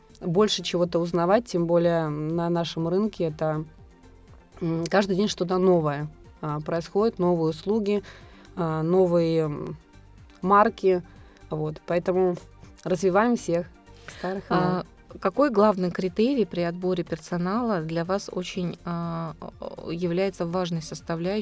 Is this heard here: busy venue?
no